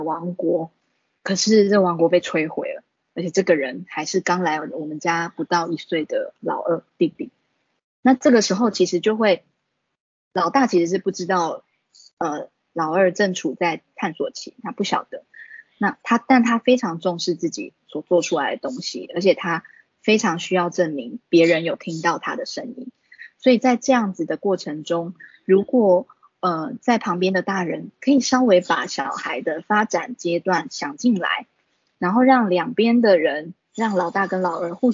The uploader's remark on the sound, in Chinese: 此為線上課程錄音檔！